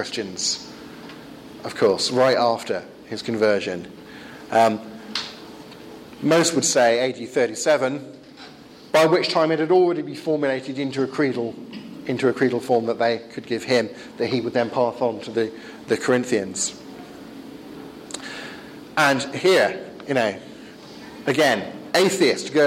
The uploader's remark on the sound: The second part of a pre-forum seminar delivered at the European Leadership Forum (ELF) in Wisla, Poland. I forgot to record the first half!